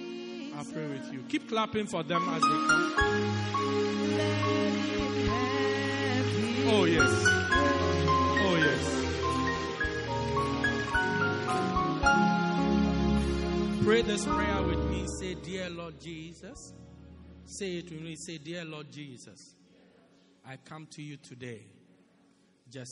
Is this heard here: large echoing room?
yes